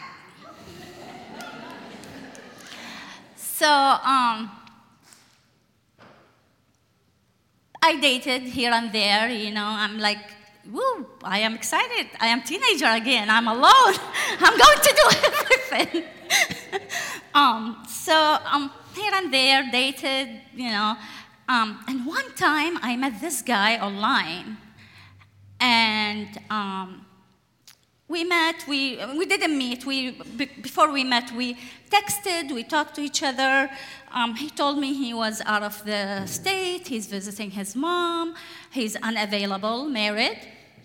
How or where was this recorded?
live audience